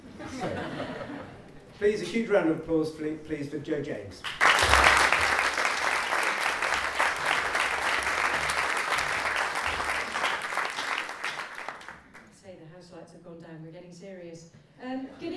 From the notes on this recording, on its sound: For the Book Festival's Local Writers evening at the George lV Pub on the High Road. Chiswick, West London, for the Book Festival's Local Writers evening at the George lV Pub on the High Road.